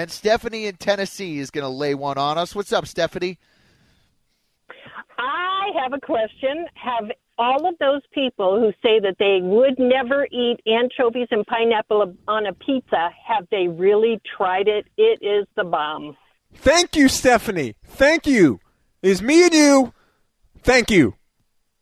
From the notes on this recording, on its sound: open the phones